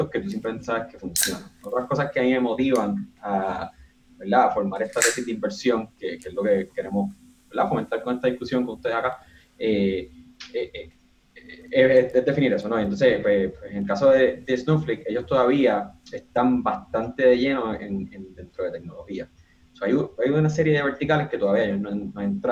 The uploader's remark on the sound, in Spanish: Grabación del evento sobre la oferta al mercado de Snowflake ($SNOW). Nos reunimos por Zoom con 18 personas interesadas en aprender más sobre Snowflake y su oferta. Decidimos grabarla y publicarla como un podcast. Lo que no grabamos fueron las conversaciones, preguntas y respuestas y comentario con nuestra audiencia.